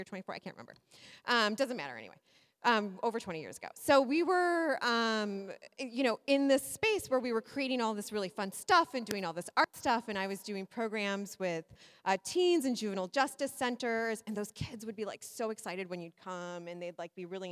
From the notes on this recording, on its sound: Live at the Library. Live Episode.